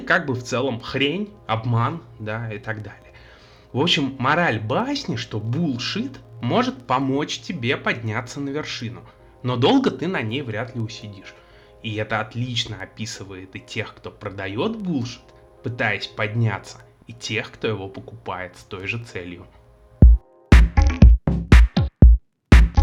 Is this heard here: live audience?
no